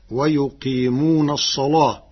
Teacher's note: قرأ ورش كلمة الصلاة بتغليظ اللام لوقوعها بعد صاد مفتوحة